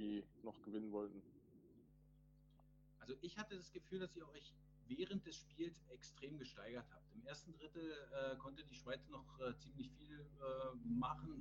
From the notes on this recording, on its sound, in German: Es ist die mit dem schlechtesten Ton ever